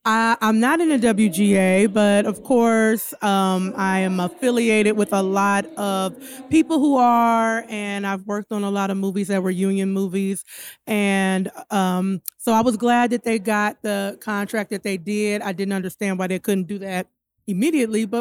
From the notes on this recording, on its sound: We Went LIVE at the FutureLAND Conference 2023